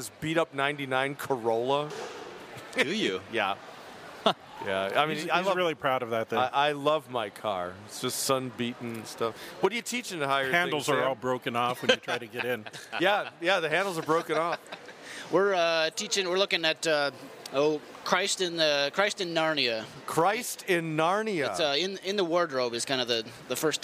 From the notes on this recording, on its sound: Recorded at the Higher Things Coram Deo conference on the campus of UNLV. The second hour of our special Las Vegas edition recorded at the Higher Things Coram Deo conference on the campus of UNLV.